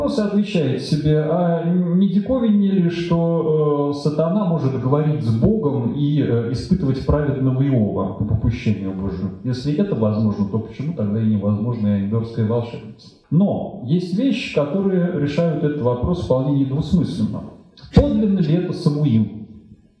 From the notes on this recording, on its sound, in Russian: Дом культуры "Ясная Поляна 13 мая 2017 года. Лекция в рамках цикла "История и литература" Дом культуры "Ясная Поляна.